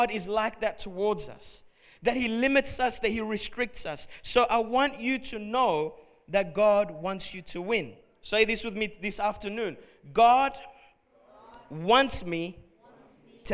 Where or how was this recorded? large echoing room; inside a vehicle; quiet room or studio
large echoing room